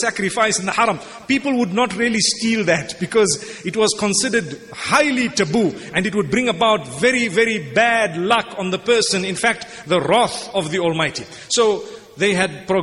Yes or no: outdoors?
no